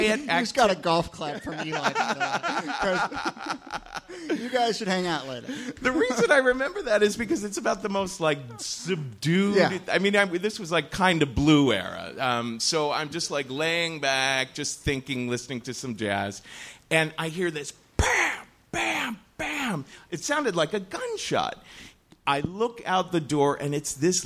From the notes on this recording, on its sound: from our October regular show at Housing Works Bookstore